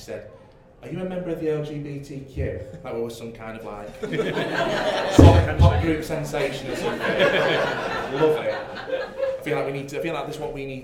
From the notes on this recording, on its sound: We go to the in-person book launch held in Nottingham earlier this week. You will hear the brilliant panel discussion from the book launch.